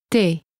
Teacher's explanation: Tes is spelled T-E-S, and the S is usually silent.